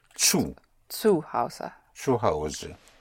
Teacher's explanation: Spelled Z or Z, U, which the Z has a TS sound